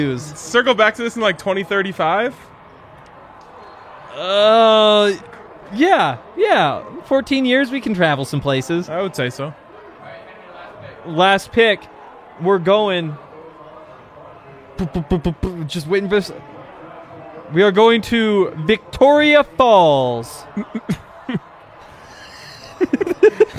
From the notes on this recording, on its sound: LIVE from the DNVR Bar